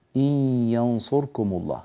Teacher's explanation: بعدها حرف الياء والياء من حروف الإدغام بغنة إن ينصركم ف نحتاج هنا إلى إبراز هذه الغنة في النون عندما أدغمت في الياء